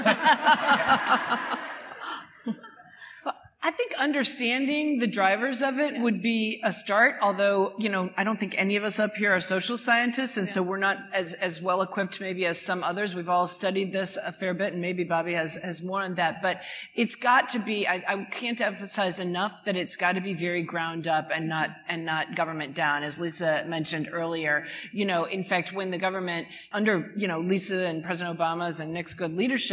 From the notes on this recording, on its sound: Lawfare and the Strauss Center for International Security and Law sponsored a series of panels at the Texas Tribune Festival. We bring you the audio of our Tribfest event.